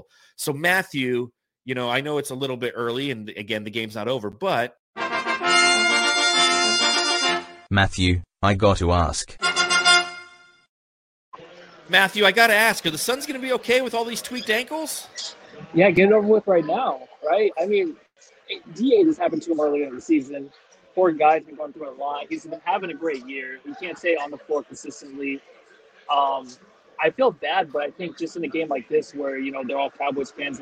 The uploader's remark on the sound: The guys are coming to you live from Cold Beers and Cheeseburgers prior to the Dallas Cowboys game.